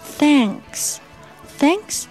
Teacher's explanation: 中间元音是啊，大张口啊，然后加嗯的鼻音。